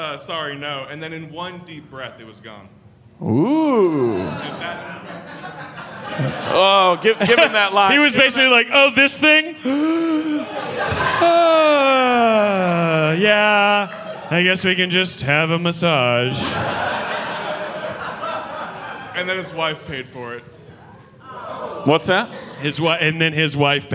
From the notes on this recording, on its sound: LIVE from Dallas. This week we bring you a very special live episode from the Dallas Comedy Festival!